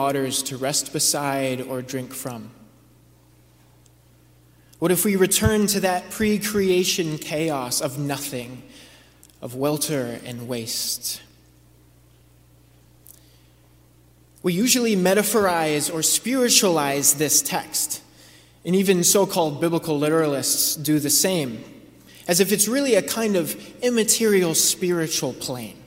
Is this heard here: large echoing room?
yes